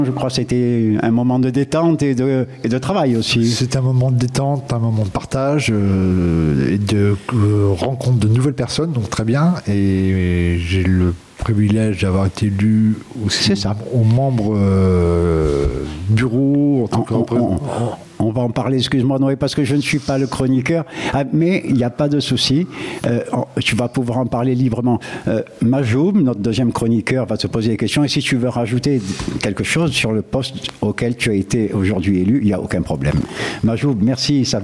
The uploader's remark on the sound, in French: Voix Croisées - Marseille. Emission enregistrée à l'atelier de mars le 3 juin 2023, à l'occasion des 6 ans de La Cloche Sud dans le Panier.